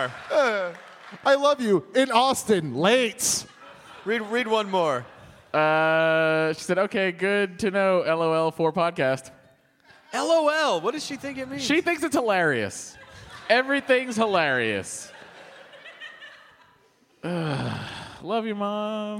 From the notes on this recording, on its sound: It's some hostful goodness live from Austin, Texas! Do a sing-a-long with the audience and take some quemments!